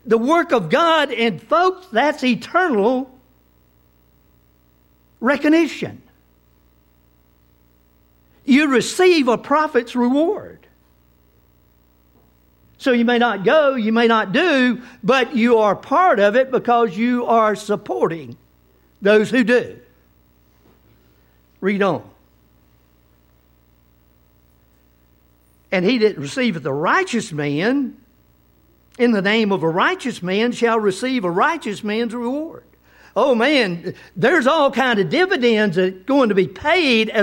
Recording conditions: large echoing room